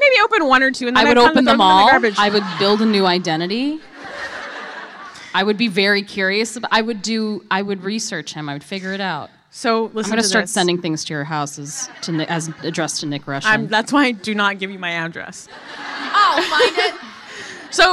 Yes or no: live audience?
yes